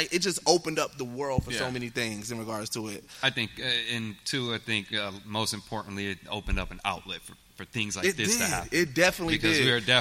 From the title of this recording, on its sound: GEEKSET LIVE AT WAKANDACON